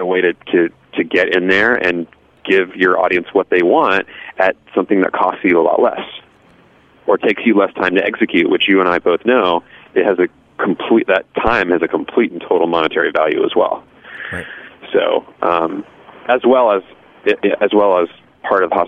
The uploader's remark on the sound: joined via the phone lines